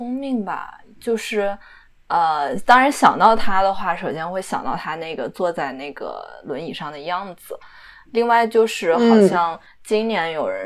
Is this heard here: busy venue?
no